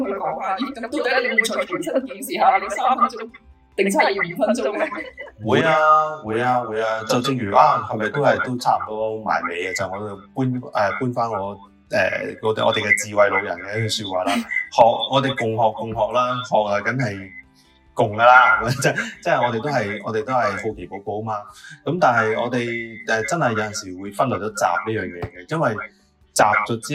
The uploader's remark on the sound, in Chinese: 網上錄製聲音未完善，請多多包涵